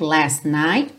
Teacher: Também você não ouve bem o T do last, porque já vai juntar no night